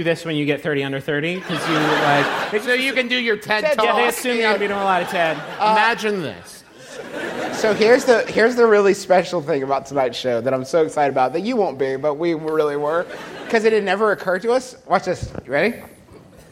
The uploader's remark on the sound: Live Shows in Portland. Our nearly two-hour-long live show in beautiful Portland, Ore., which we performed after not doing a live show for over six months. It was also our first live show using lavalier mics, which led to a lot of what we in the comedy industry like to call "working the room."